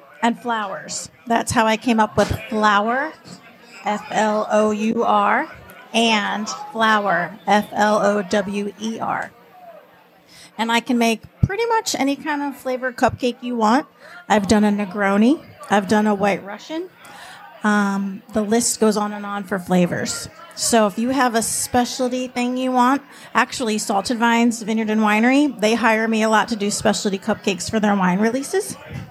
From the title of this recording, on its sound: live at the Poor Girls Open weigh in.